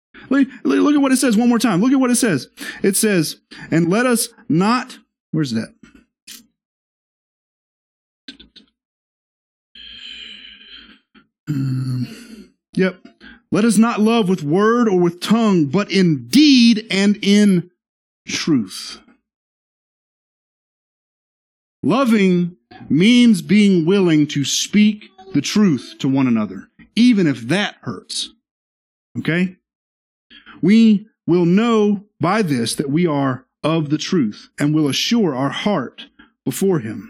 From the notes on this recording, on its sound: This is the sermon from our Sunday morning Worship Service